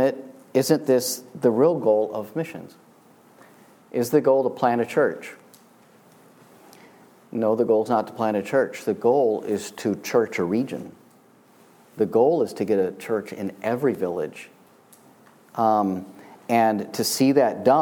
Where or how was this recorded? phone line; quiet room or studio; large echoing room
large echoing room